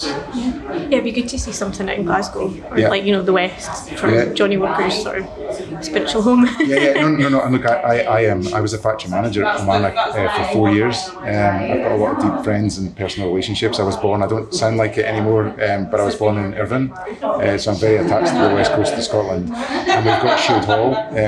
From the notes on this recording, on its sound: This special bonus episode of Scran was recorded at the newly opened Johnnie Walker Visitor Experience on Princes Street in Edinburgh.